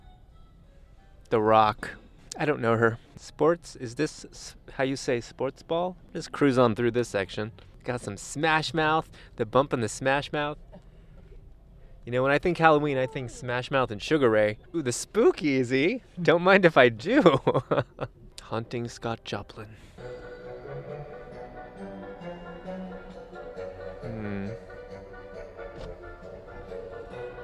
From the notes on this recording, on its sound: report live from Nights of the Jack: A Drive-Thru Halloween (s)Experience